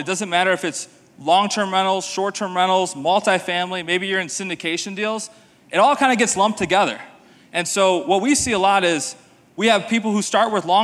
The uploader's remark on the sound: This is the full presentation I gave at the STR Wealth Conference in Nashville.